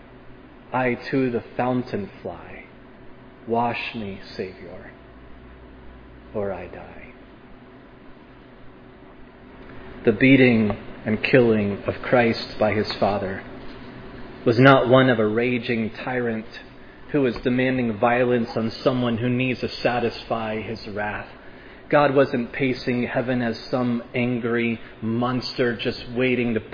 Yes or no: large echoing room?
yes